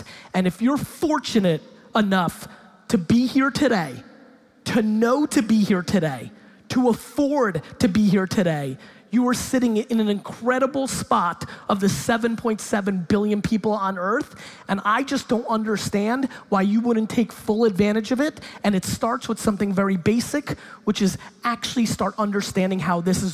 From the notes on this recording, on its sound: In this keynote I stop in Hamburg, Germany for a talk at the Online Marketing Rockstars Expo. Keynote/Q&A.